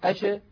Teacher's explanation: لو كانت ساكنة أش الصوت ماشي والهواء منطلق، ما في حاجز منغلق كانغلاقه في حروف قطب جد.